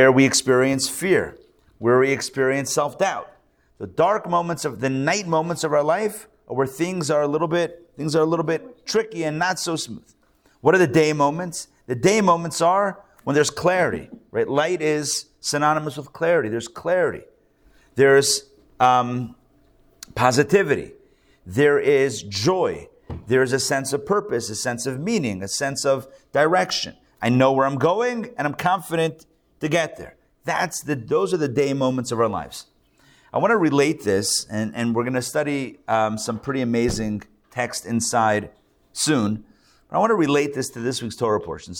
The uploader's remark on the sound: Recorded live at The Torah Center ATL on Sunday, October 22, 2023